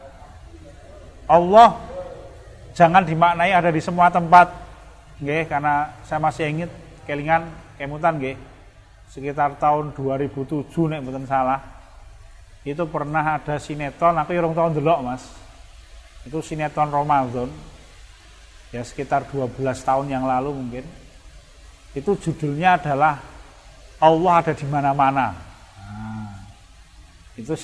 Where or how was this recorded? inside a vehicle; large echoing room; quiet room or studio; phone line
large echoing room